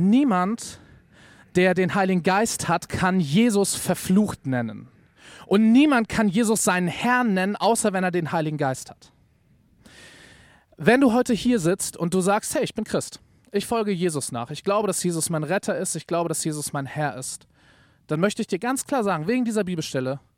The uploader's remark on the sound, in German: Predigt im Rahmen des GreifBar+ Gottesdienstes